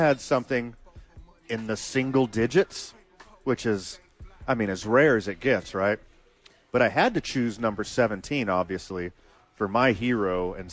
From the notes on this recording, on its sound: live from Safe House